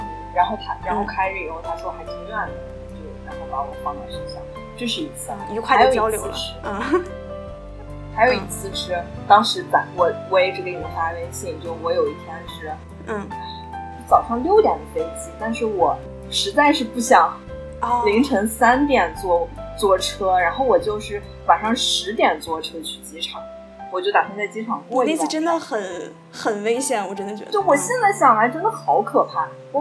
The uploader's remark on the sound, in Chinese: 非常抱歉这次的音质，是我的个人问题，以后一定会注意录音设备的方向